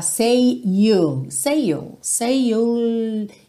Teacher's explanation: Lembra que você pode emendar esses dois Ys